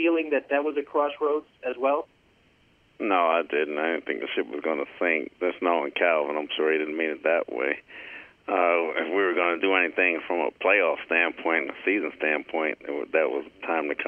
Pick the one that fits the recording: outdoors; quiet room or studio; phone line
phone line